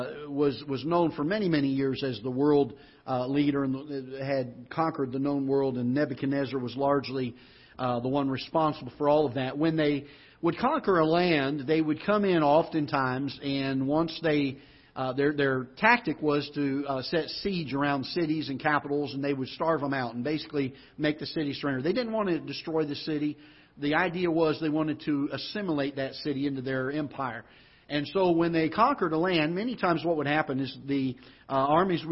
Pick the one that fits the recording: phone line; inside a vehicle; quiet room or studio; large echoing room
large echoing room